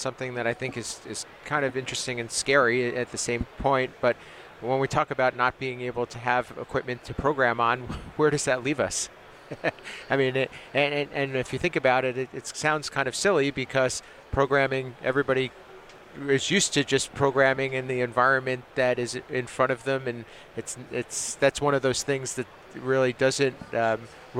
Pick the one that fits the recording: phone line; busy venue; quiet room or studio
busy venue